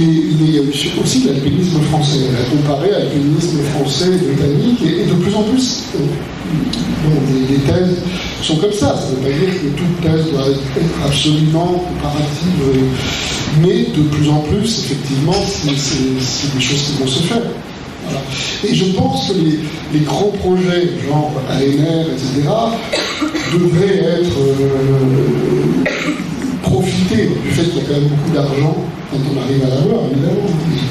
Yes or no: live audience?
yes